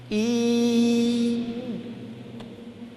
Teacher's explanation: Tehát ez a magánhangzó elől és fönt képzett magánhangzó. · Term: palatális